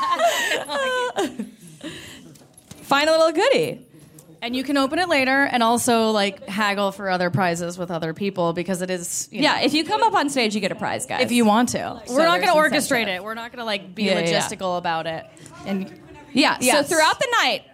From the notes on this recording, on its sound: Performed a live show at Caveat in New York City.